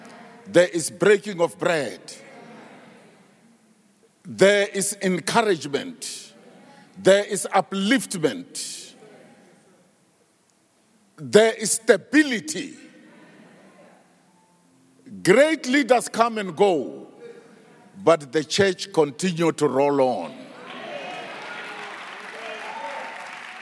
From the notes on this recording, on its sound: preached at our Annual Home Coming Conference, Word Explosion 2021, hosted at Grace Bible Church Pimville